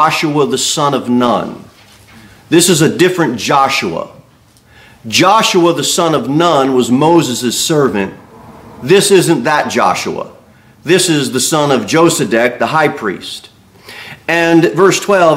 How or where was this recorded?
large echoing room